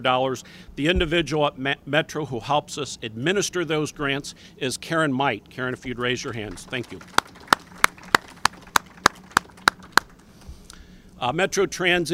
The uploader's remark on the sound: Madison Metro: Press Conference on New Hybrid Buses. Madison City Channel captured this press conference.